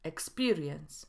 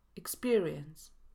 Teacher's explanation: W słowie doświadczenie Polacy często odczytują e i mówią experience, a powinno być krótkie i · Shown in: second take